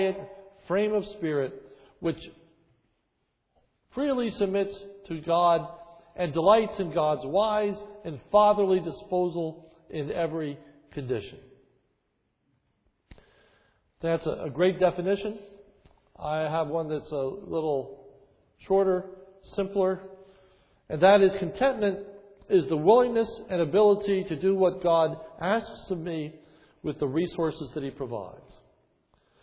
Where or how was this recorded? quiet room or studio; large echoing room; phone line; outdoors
large echoing room